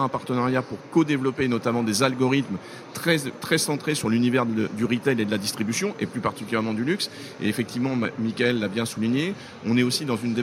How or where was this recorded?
busy venue